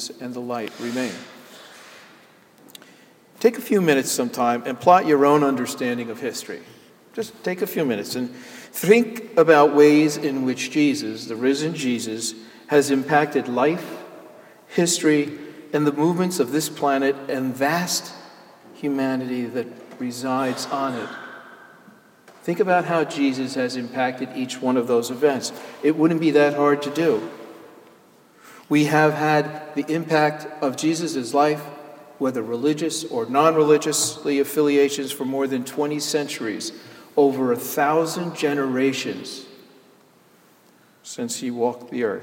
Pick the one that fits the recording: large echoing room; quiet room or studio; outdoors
large echoing room